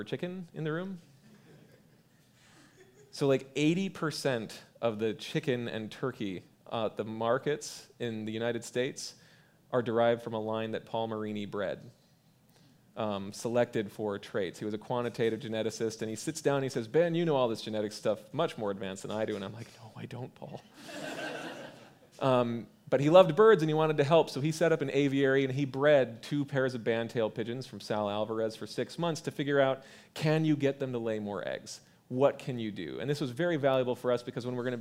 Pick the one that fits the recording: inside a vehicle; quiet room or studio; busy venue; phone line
busy venue